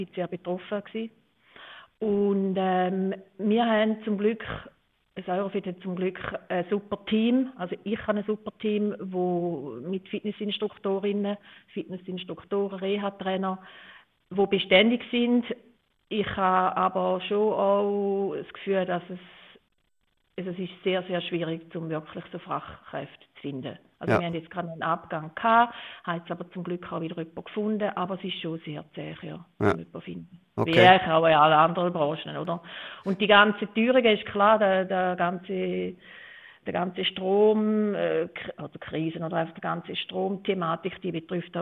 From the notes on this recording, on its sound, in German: Wir haben morgens um 8 Uhr mir ihr gesprochen. Im Telefoninterview.